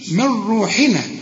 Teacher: نون وبعدها راء ما تغنش